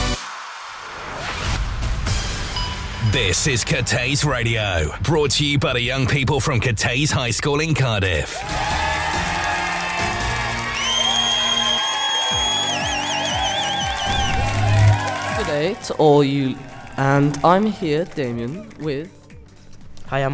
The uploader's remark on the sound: 24 Students from YR7 to YR10. Our final show was broadcast in front of a live studio audience of invited guests and our local Welsh Assembly Member.